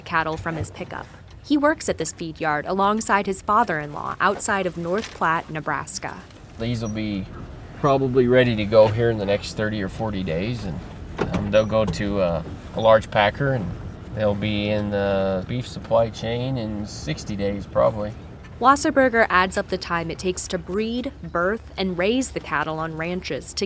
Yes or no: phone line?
no